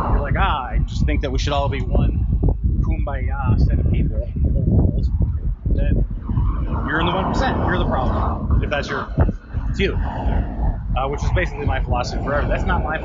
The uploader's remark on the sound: Terrible sound quality and early thoughts.